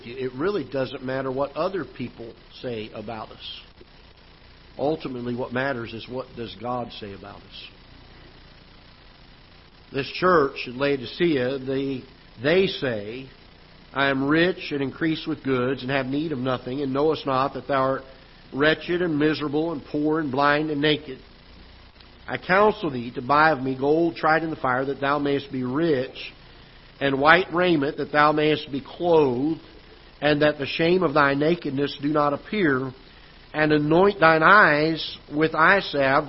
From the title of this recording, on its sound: Ketha Heights Baptist Church ~ Live Broadcast